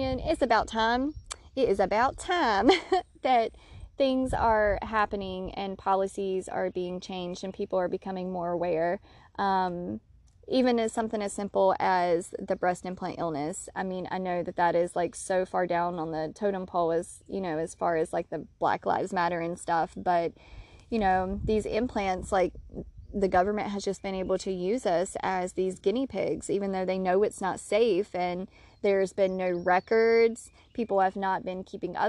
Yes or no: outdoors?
yes